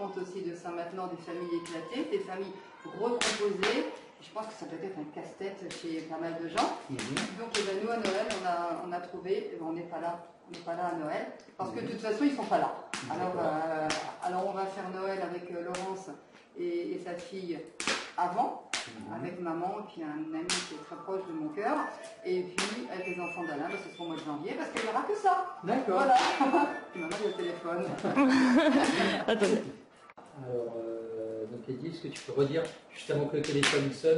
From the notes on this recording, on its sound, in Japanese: 暖炉の傍での収録で、薪のはじける音もリアルです。